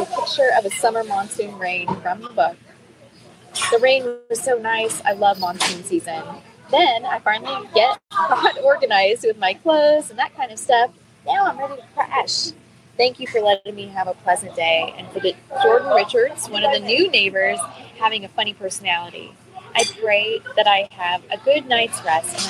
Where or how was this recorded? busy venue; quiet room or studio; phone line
busy venue